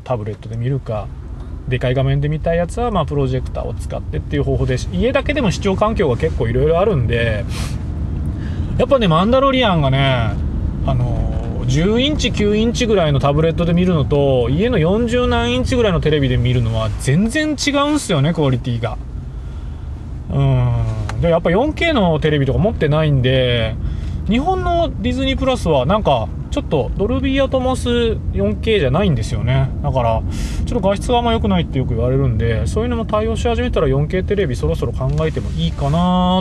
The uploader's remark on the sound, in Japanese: 福岡を運転しながら。収録の様子を録画し。